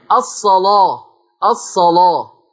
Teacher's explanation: ليست اللام مرققة، اللام ليست مرققة، مغلظة لورش · Term: تغليظ اللام